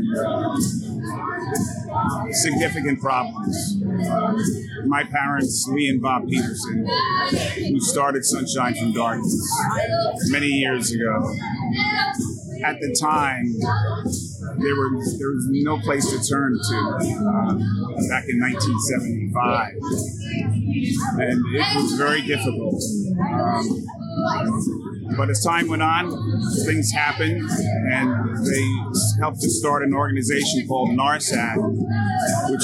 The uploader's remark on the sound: Live Coverage From The Mental Health Summit. Had the privilege of doing live coverage and interviews with attendees and resource partners at the Step Into The Light Mental Health Summit.